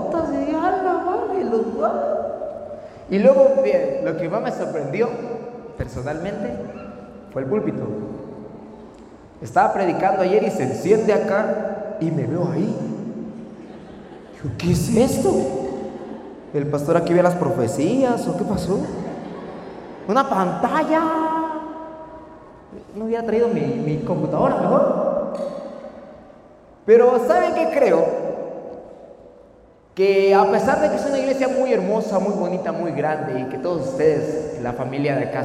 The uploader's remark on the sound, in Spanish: Podcast Grabado en la iglesia Solo Cristo Salva en la ciudad de Comitán en nuestro recorrido 2020.